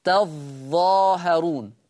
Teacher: يعني ورش بيشدد الظاء تظاهرون في الآية 85